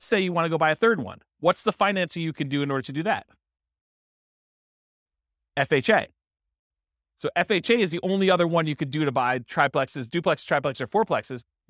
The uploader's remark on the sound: This was a live class recorded